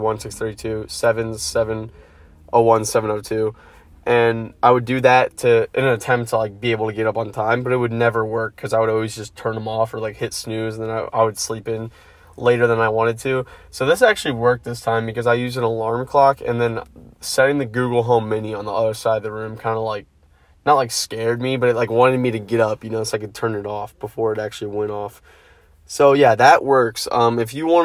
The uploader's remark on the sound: first podcast in my car!